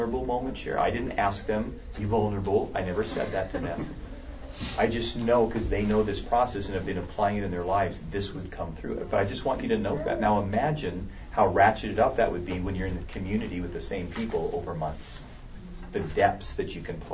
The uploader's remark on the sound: A Live Small Group Demonstration. The following audio comes from the 2016 National Disciple Making Forum with Discipleship.org.